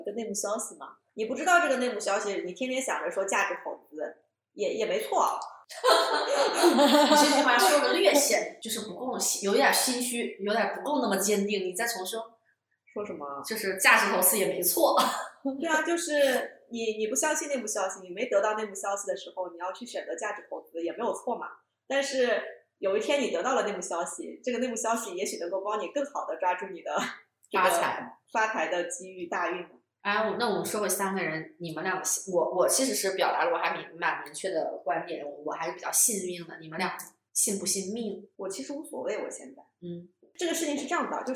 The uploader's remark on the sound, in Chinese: 音质依旧有点飘忽不定，但目前已经斥巨资在改善录音设备了。